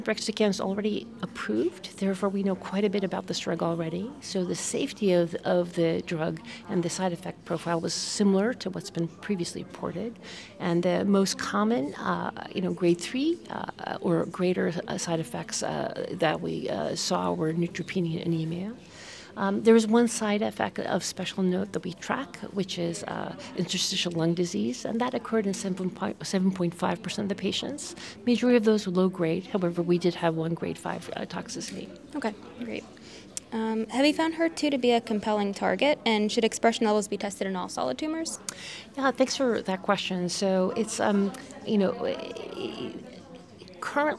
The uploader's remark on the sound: recorded live at the American Society of Clinical Oncology (ASCO) Annual Meeting